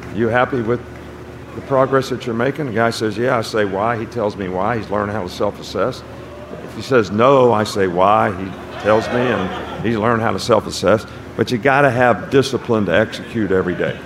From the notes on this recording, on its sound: LIVE from the set of College Gameday in Tuscaloosa, Alabama